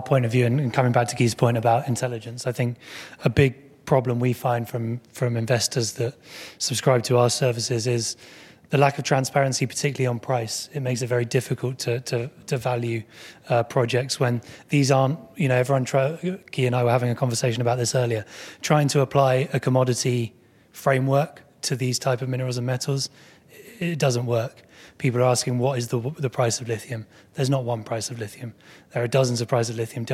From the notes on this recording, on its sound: This episode features the Battery Metals panel at The Northern Miner's 2019 Progressive Mine Forum in Toronto.